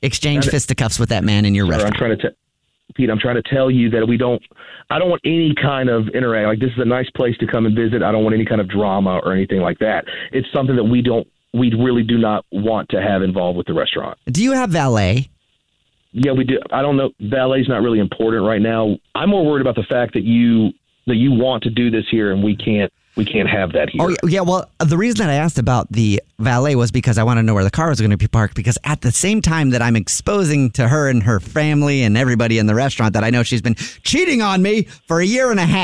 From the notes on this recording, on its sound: Phone Prank. Calls a restaurant manager.